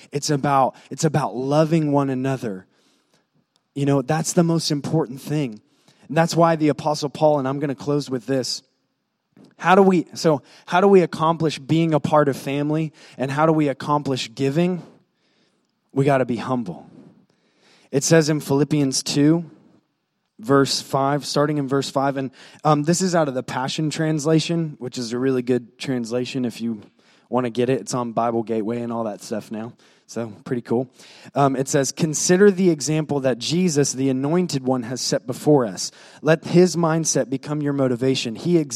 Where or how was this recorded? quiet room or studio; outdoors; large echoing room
large echoing room